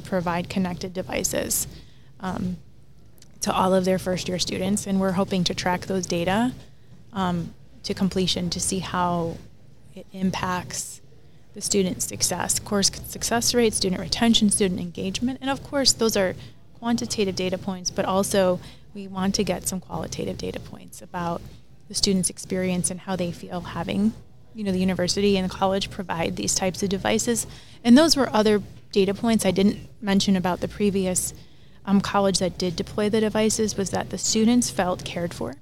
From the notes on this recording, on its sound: This special live episode was recorded on the show floor at the Times Higher Ed Digital US Event held at Illinois Tech in Chicago this past May.